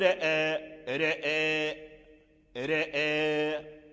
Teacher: أميل الراء الذي وقع في أول الكلمة أميل الراء لأجل أن الفتحة الهمزة أميلت والألف أميل، فلما كانت · Term: الإمالة من أجل الإمالة